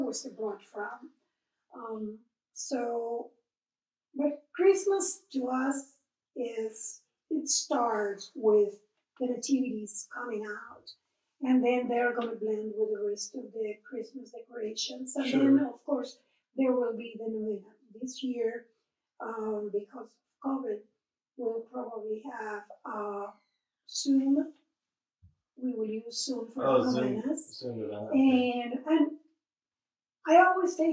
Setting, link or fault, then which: fault, poor sound quality